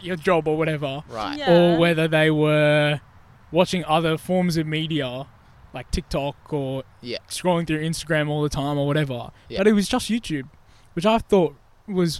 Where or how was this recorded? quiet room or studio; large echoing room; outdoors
outdoors